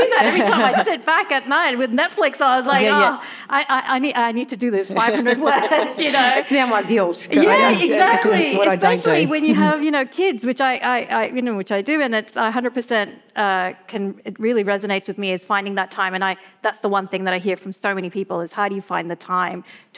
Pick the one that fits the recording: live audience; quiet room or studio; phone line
live audience